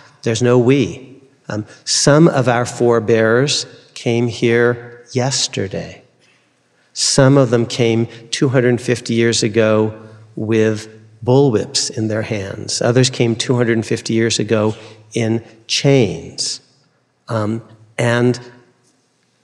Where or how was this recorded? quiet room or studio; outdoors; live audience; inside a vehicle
live audience